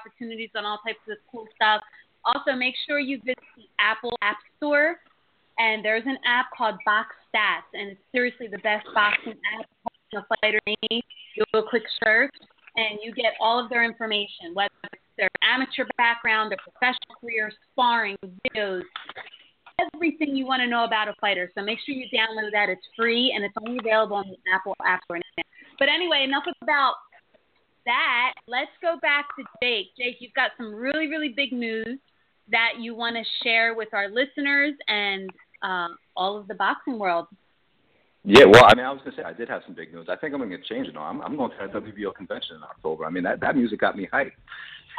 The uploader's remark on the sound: Hold down the desk and open the phone lines to the listeners.